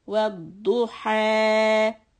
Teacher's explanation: Wadduha, and we stop ha with two counts